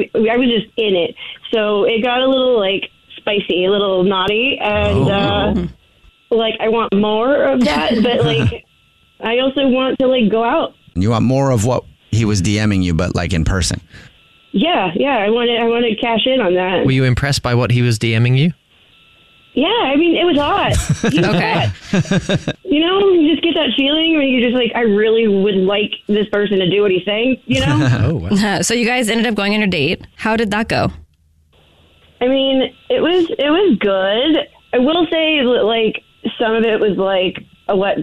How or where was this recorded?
phone line